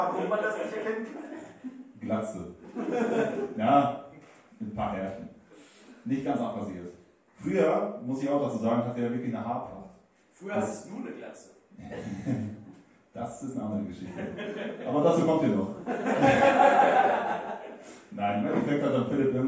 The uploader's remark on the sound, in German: Live in Lüdenscheid Teil 2